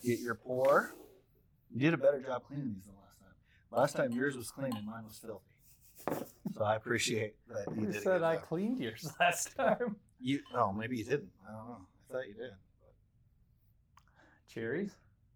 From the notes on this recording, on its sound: We do apologize for the terrible audio in this episode. We aren't sure what happened but we suspect the Bourbon Gremlins got into our system somehow and jacked some stuff up as they're prone to do.